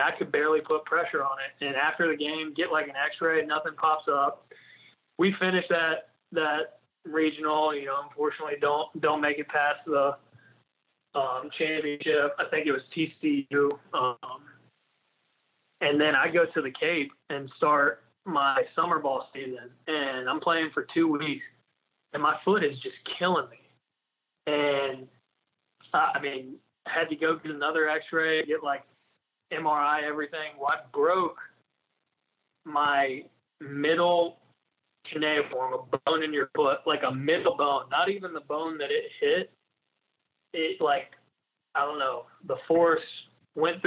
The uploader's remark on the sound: on the Modern Woodmen phone line